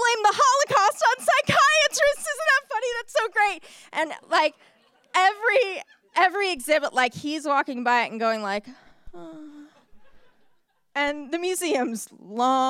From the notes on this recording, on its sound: For Detours' second live storytelling event, "Story Slam" we asked people to share their bad dating experiences, along with a piece of dating advice.